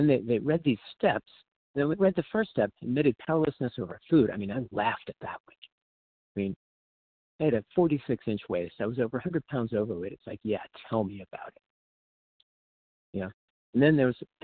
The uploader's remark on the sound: From the 100 Pounders Phone Meeting.